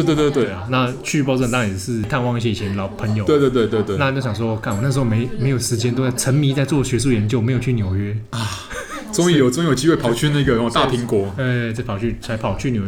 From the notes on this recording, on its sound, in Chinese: 本集白噪音指數：柔風級 3/5。剛踏入這家文具店錄音時，原本以為現場不太能打擾到其他客人，而輕聲細語了一分多鐘，但後來——後來就放開來聊哩。錄音地點：直物文具 Café。